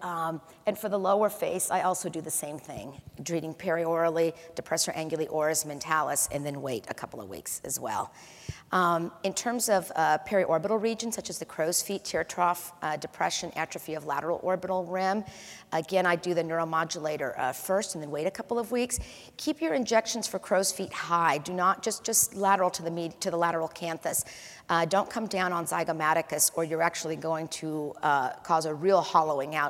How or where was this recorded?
live audience